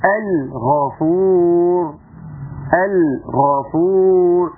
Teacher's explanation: بحافظ على اللام واظهارها